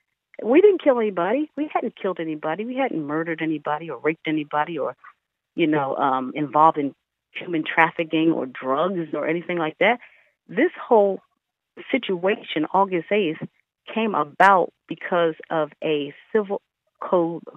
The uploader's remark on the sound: via phone